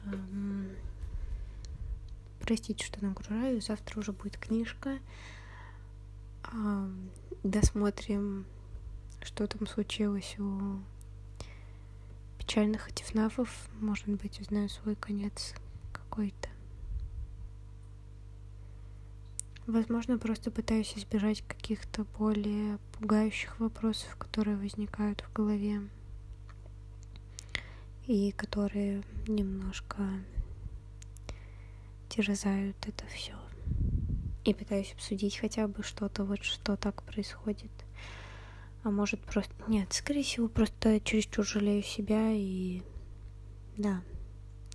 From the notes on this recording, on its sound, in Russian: Сегодня какое-то тяжелое дыхание. Соре за шумы.